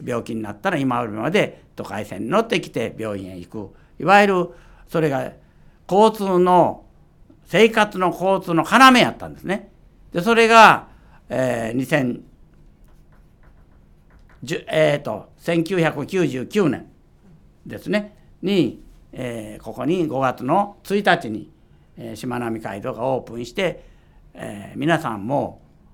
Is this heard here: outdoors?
no